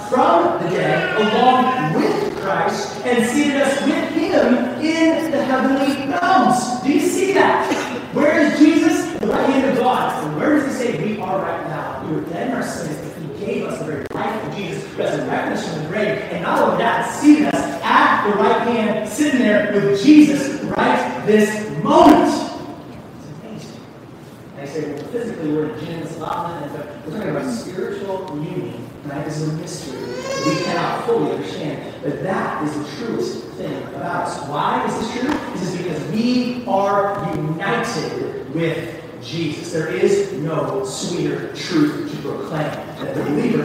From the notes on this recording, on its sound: Easter Sunday - apologies for the poor audio quality!